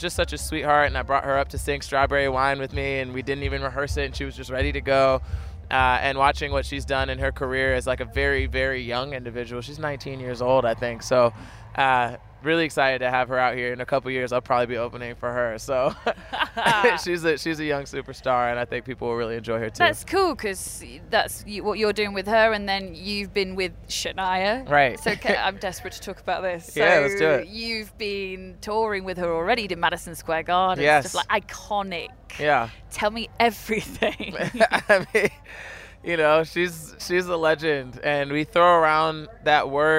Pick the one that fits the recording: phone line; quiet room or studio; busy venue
busy venue